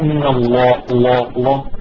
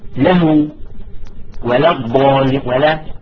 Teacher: أما في لفظ الجلالة الله فخمت اللام · Shown in: first take